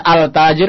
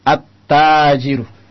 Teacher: Maka ditasdid. Karena lam asalnya tadi mati bergabung dengan ta, maka menjadi tasdid. · Shown in: second take · Sehingga alnya tidak jelas.